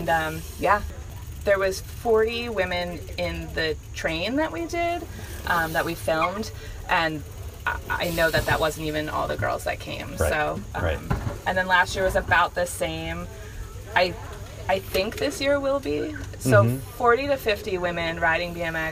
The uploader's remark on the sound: the podcast recorded at Catty Woods in Catasauqua, PA